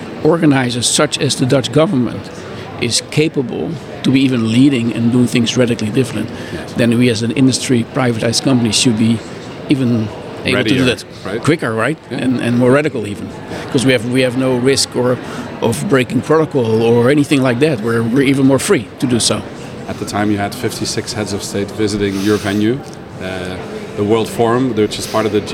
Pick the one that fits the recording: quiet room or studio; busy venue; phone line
busy venue